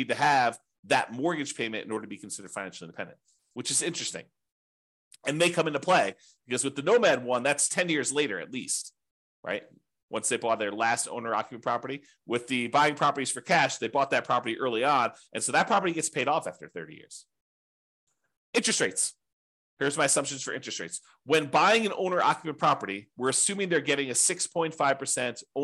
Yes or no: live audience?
no